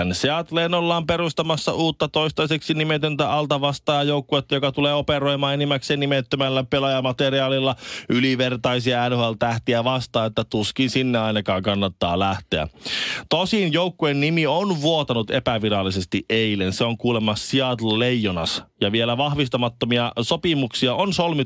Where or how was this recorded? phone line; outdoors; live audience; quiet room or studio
phone line